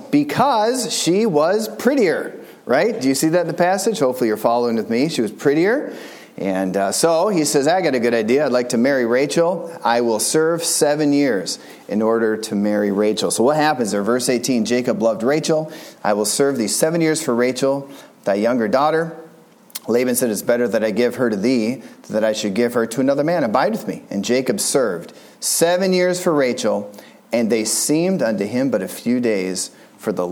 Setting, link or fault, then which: setting, large echoing room